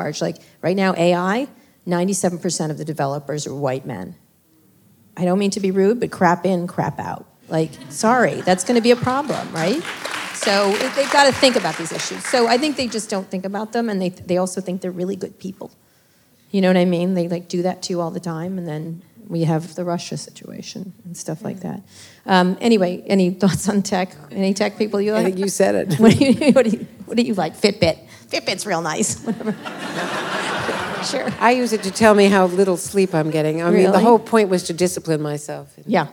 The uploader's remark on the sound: In this live interview recorded in Washington, D.